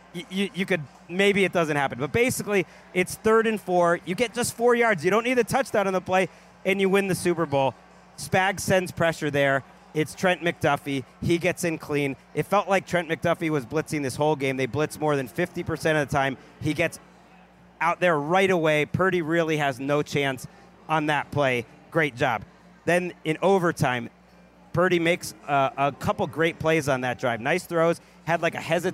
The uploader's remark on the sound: In a stadium full of heroes. LIVE from Super Bowl LVIII.